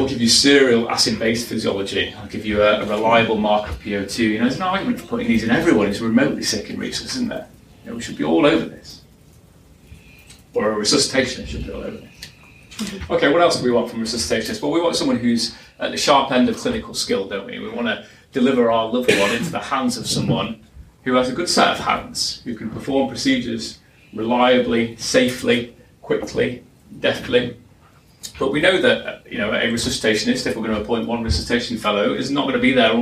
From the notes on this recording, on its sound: Our latest podcast from the #stemlynsLIVE conference last year.